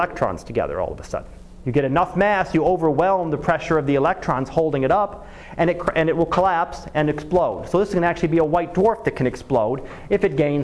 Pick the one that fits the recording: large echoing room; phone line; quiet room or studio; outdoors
large echoing room